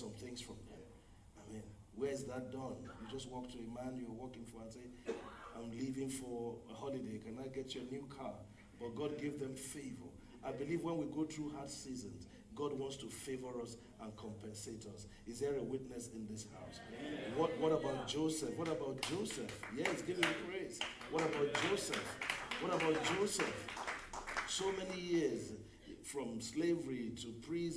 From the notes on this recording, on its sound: Brazos Valley Cowboy Church Ministration. Message preached at Brazos Valley Cowboy Church, Texas USA.